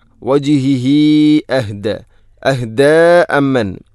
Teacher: അല വജിഹി അഹ്ദ ഹ ഉള്ളമീറിന് ശേഷം ഹംസ വന്നാൽ മദ് മുൻഫസ്സുല പോലെ നീട്ടണം, നാലോ അഞ്ചോ ഹർക്കത്തിന് തുല്യമായിട്ട്. സുലത്തു തൊവീല.